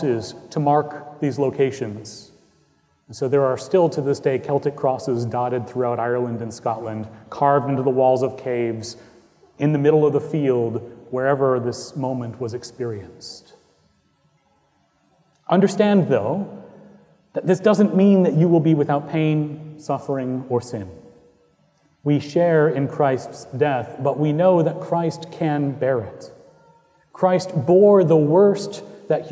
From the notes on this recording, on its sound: Recorded on Easter Sunday, 2018 at Trinity Presbyterian Church in Bixby, Okla.